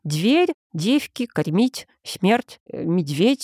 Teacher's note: А в старомосковском произношении такая мягкость была тотальной. То есть мягкий согласный перед следующим мягким должен был произноситься мягко